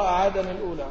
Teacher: بنقل حركة الهمزة إلى اللام قبلها وإدغام التنوين في اللام، وهذا حكم الوصل. فإن وقفت على عادا وابتدأت بالأولى جاز لك الرجوع إلى الأصل، وجاز لك النقل مع إثبات همزة الوصل ومع تركها والأول أرجح.